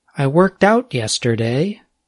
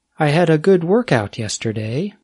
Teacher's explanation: In the statement with the phrasal verb, the speaker stressed the second word of the phrasal verb, the word out. · Shown in: first take